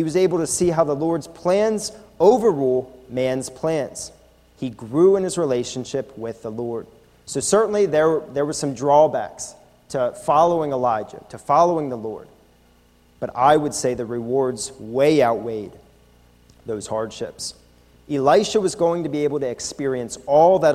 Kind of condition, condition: setting, large echoing room